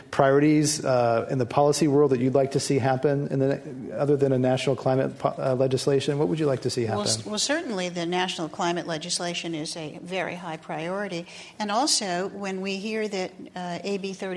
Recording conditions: live audience